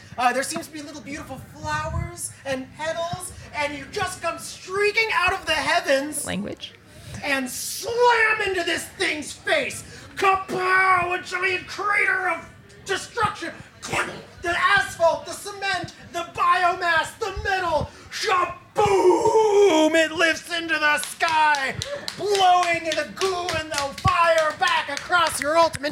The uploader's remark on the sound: Live at IndieCade. We're releasing the complete LIVE SHOW from last fall's IndieCade.